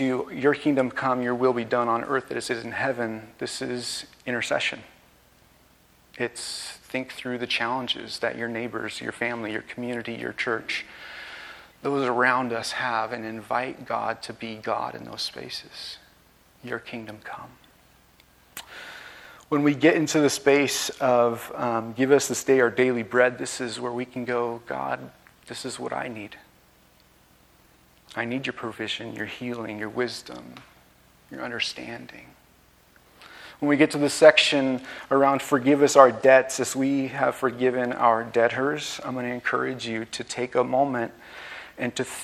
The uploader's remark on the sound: This message was recorded on May 14, 2023, at View Ridge Middle School in Ridgefield, Wa.